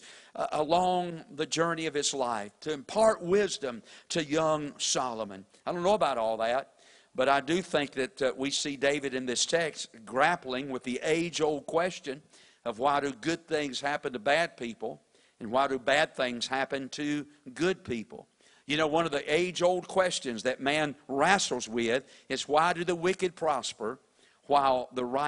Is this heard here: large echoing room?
yes